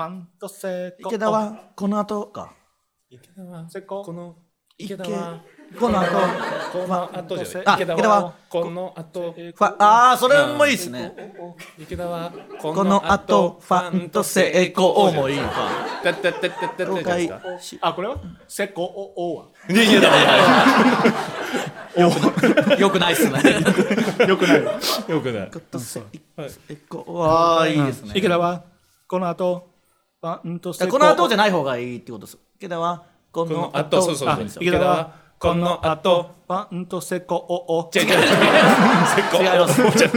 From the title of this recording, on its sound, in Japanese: 公開収録